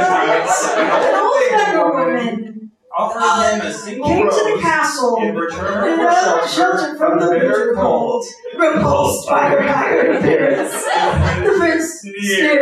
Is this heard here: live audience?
yes